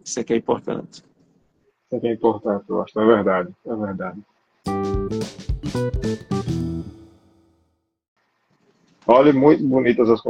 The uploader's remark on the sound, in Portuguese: Live realizada através do Instagram